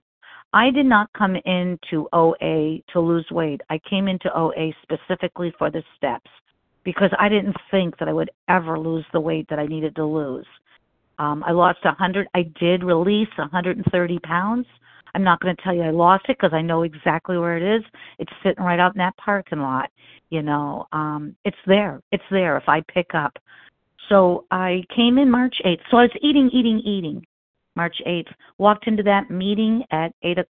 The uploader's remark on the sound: 100 Pounders Phone Meeting